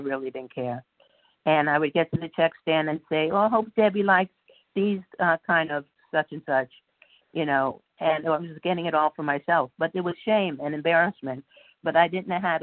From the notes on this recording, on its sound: 100 Pounders Phone Meeting.